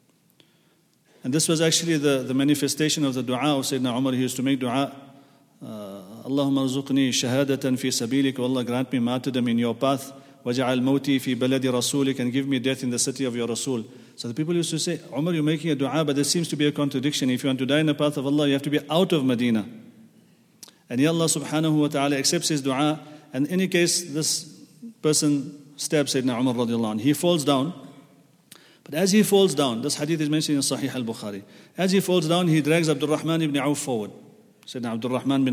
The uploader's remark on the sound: at the Houghton Masjid (West Street)